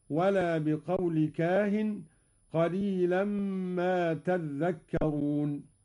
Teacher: قرأ قالون بتشديد الذال هكذا